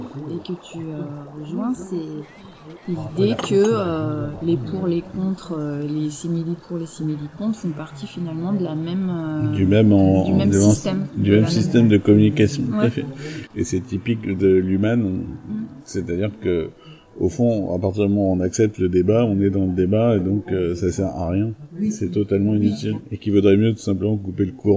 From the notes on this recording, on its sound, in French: Réalisé par l'association les Sémiocrites Associés , enregistré le 11 février 2022 au Bar du Manoir de Taden (22).